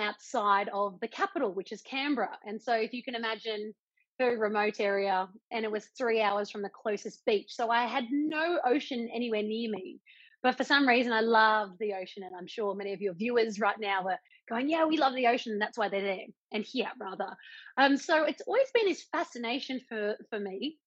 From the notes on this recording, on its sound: In this podcast recorded live on Instagram